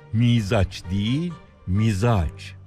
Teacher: Bunun da başındaki i uzatılıyor ve mizaç deniyor. Oysa uzun söylenecek olan ünlü i değil a.